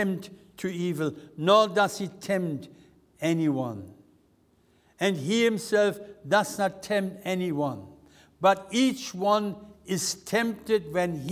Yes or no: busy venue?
no